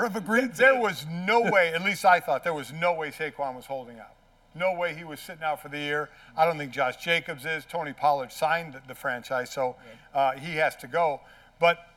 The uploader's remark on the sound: Bonus Episode: God Bless Football Live from NYC presented by Verizon. Broadcast live from Pier 17 in New York City for a bonus edition of God Bless Football.